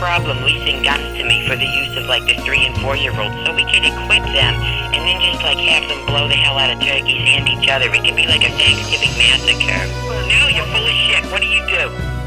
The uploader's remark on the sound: Prank Phone Calls